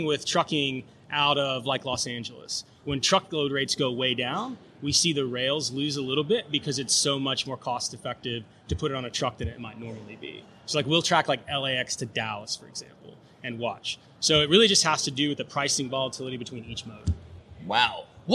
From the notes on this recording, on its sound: We're coming to you live from Air Cargo 2020 in Nashville with our first session!